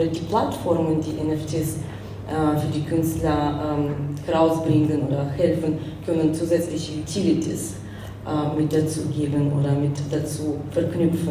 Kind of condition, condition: setting, live audience